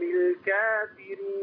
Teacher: كل كلمة الكافرين في القرآن مقللة قولا واحدة لورش